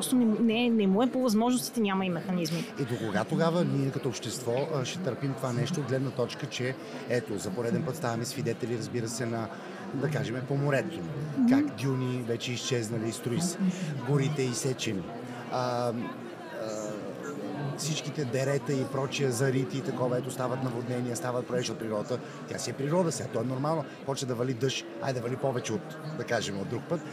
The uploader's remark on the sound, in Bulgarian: Това е номер 2 от специалните епизоди, които записахме в зала Арена Армеец по време на водещото кариерно събитие у нас, Career Show 2023.